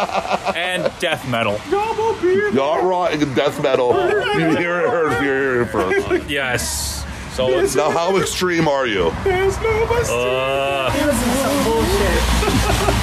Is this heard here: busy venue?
yes